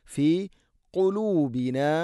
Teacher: ഖാഫ്, തൊണ്ടയുടെ മുഗൾ ഭാഗം കഴിഞ്ഞ് ചെറുനാക്കിൻ്റെ ആ ഭാഗമാണ് മഖ്റജ്